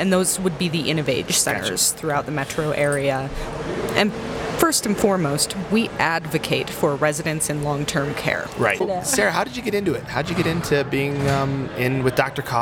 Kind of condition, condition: setting, busy venue